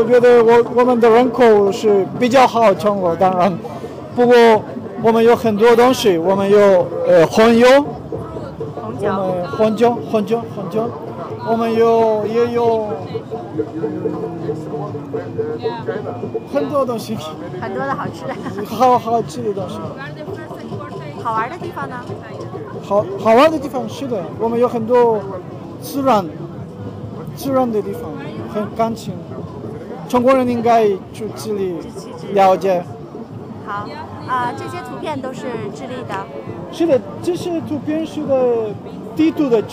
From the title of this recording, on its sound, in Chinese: 2014北京科技大学文化节现场报道